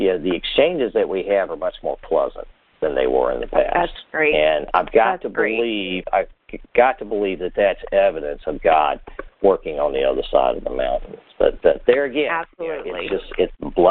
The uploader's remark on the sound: CONFERENCE CALL